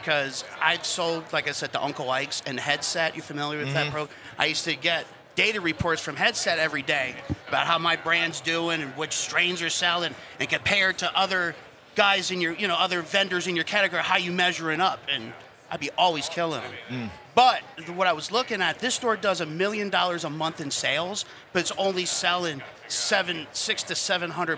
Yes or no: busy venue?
yes